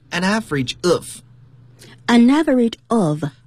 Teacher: Average 当和前面的一个 n 连读时，这个鼻音 n 和元音 a 连读为 an averageof